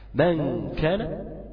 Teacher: اسمعني، من كان عشان هي قريبه من الحلق، كان بيغلق المخرج تماما، كان بيغلق مخرج الهواء من الفم، غنة كاملة من الخشوم